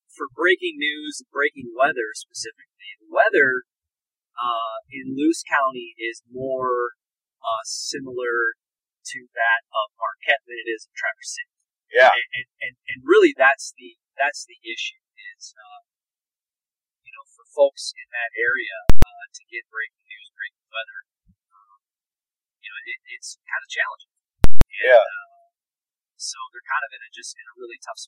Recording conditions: poor sound quality